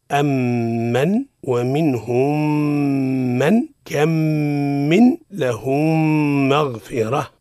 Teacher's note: أولا الإدغام، ونحن بينا سابقا ما هو الإدغام لغة واصطلاحا، إذن قلنا تدغم الميم الساكنة في مثلها، أي في الميم · Term: الإدغام بغنة